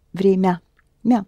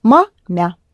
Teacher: Yes, the difference between ma and mya is actually only in the ma, ma, ma is hard and vremya, mya is soft. The vowel sound is ah, but the m is pronounced soft.